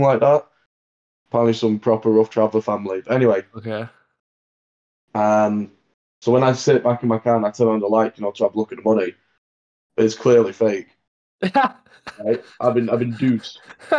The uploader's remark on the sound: we recorded this one remotely